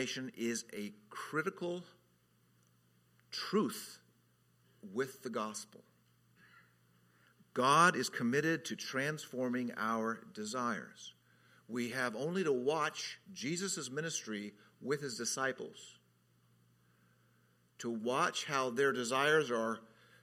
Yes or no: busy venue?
no